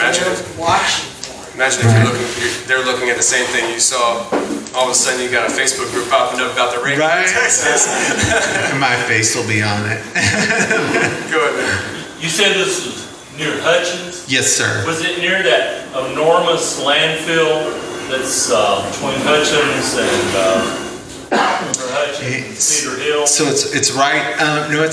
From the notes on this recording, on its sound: LIVE In Houston, TX. We went to Houston for our first live show and here is the audio from it!